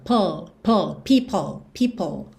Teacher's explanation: termina com a língua no céu da boca